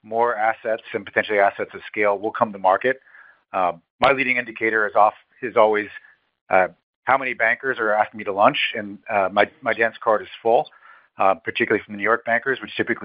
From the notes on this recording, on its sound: Booz Allen Hamilton's Q3 2023 earnings call, unedited